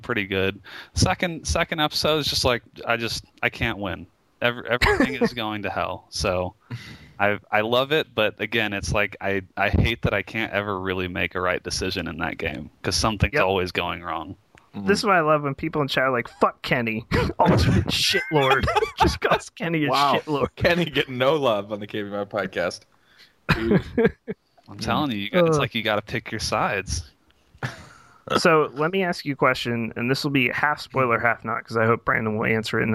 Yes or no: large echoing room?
no